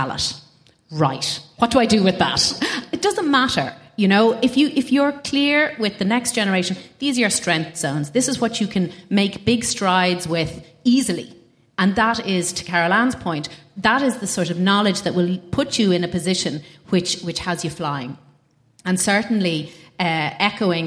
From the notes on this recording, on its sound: Recording an episode in front of a live audience in the salubrious surroundings of the headquarters of their sponsor Eir in Dublin 8.